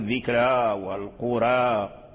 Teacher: فتمال الفتحة إلى جهة الكسرة، وتمال الألف إلى جهة الياء · Term: الإمالة